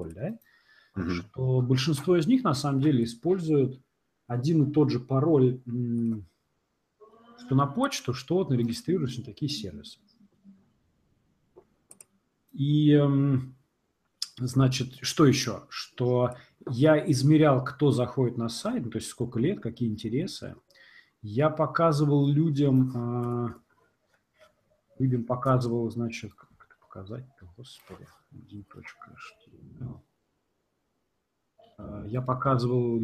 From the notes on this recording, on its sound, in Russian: ЗАПИСЬ ОНЛАЙН-ЭФИРА. Но пока проблемы со звуком настолько напряжные, что вернемся к традиционному виду вещания.